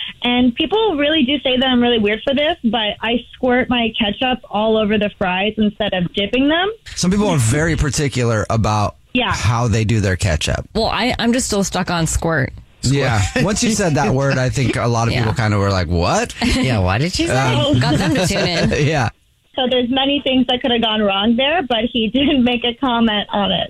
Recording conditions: phone line